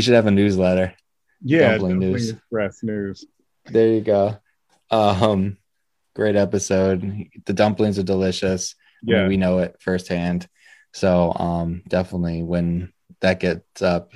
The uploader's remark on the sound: Recorded Live on Zoom on 3/2/2021